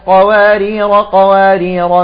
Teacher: فالراء نقف على الراء وليس على الألف